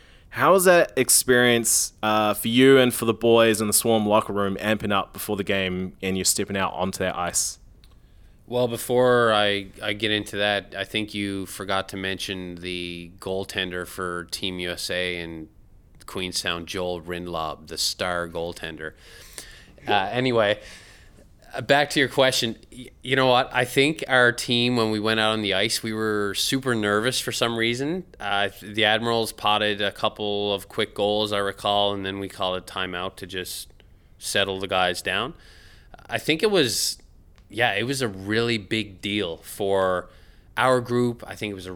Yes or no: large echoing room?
no